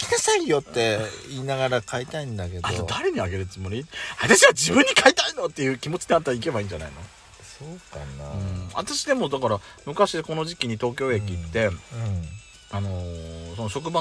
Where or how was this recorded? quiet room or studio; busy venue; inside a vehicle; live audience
inside a vehicle